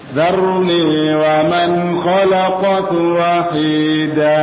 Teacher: Karena ada huruf alif, ya, huruf alif yang berdiri, yang berarti kita harus tahan di situ dengan panjang dua harokat.